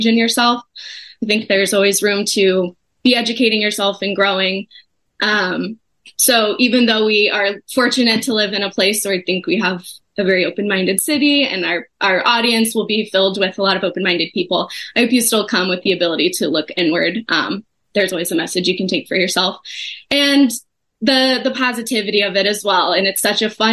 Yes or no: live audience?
no